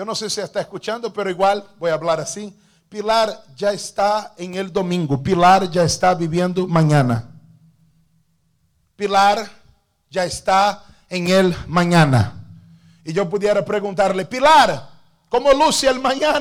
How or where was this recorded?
large echoing room